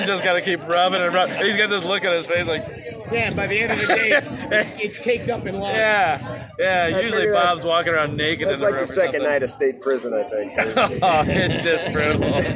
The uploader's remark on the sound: roundtable talk with boys at the Lorelei bar in Islamorada Florida